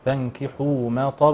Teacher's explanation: ايضا الطاء في اعلى مراتب التفخيم